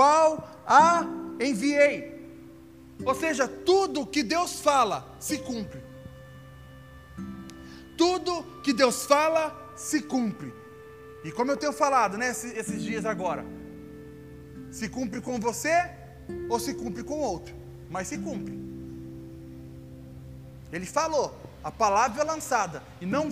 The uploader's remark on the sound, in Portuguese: Áudio do culto de Domingo do dia 29 de Maio de 2022.